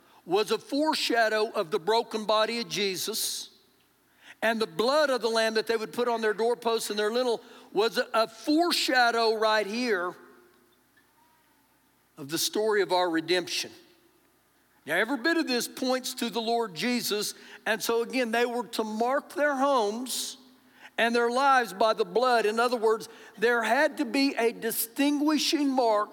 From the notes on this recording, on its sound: Recorded live during our Sunday morning service.